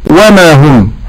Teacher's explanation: المحافظة على ضم الهاء وعدم مدها. احترز باداء ما لتعبر عن النفي فاقول وما هم.